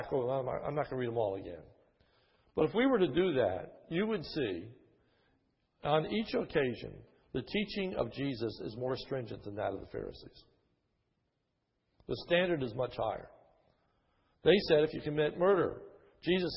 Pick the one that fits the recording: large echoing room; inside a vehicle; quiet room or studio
large echoing room